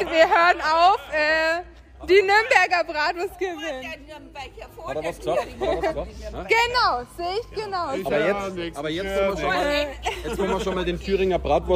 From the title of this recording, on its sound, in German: Sommer Straßen Fest Live